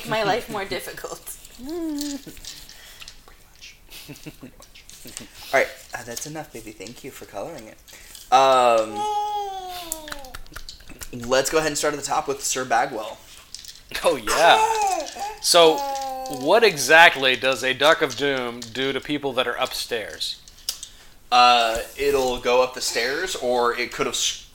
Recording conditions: sounds in the background